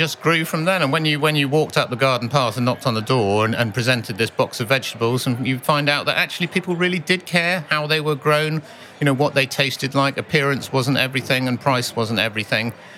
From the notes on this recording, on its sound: Recorded at the World Retail Congress 2019. In an exclusive interview, recorded at the World Retail Congress 2019.